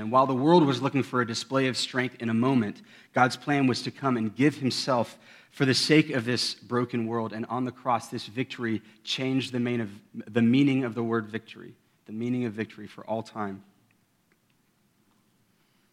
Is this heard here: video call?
no